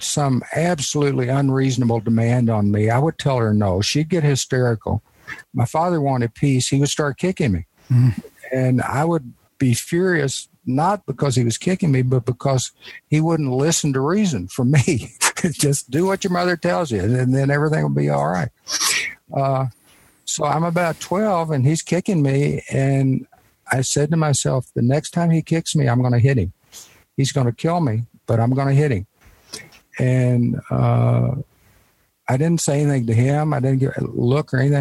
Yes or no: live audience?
no